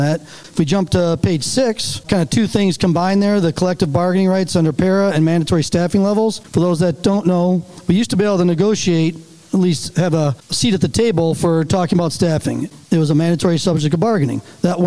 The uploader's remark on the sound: This episode was recorded live at the MPFFU Education Seminar that took place at the Suburban Showplace in Novi, Michigan.